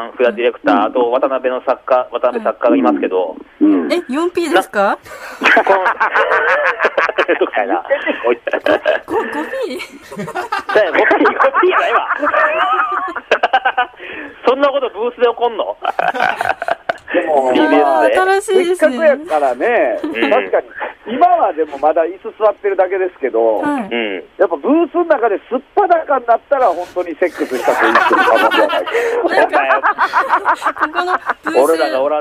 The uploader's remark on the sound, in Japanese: スタジオに不在。電話なのでお聴き苦しい音質かと思いますが、ご了承ください。